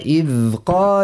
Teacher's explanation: لكن نقول وإذ ذا الحرف رخوي، يعني جريان الصوت معاه